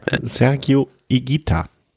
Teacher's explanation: Also das H ist stimmlos und das U ist stimmlos.